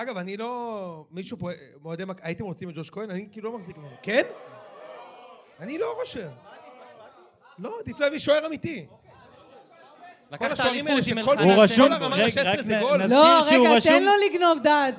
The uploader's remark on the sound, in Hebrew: במועדון הגריי בתל-אביב שהוקלטה ב-21 באוגוסט 2023